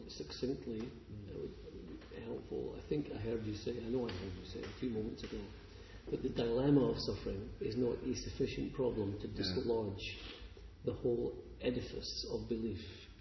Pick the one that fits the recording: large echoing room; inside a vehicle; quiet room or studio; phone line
large echoing room